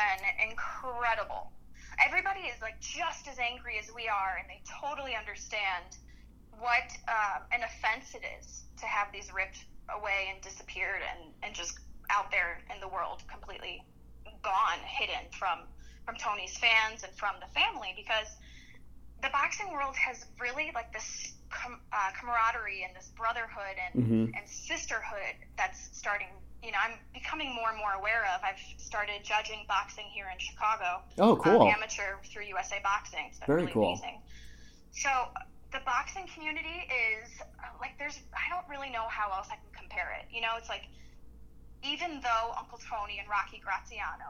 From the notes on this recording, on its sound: I recently had a phone interview